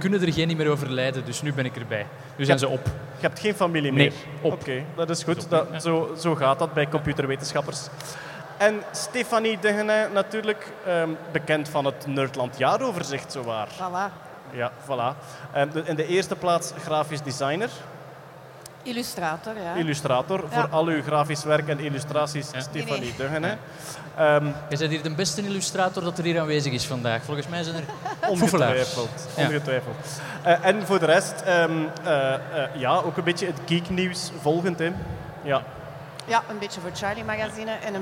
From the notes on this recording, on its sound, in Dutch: Deze maand live vanop FACTS in Gent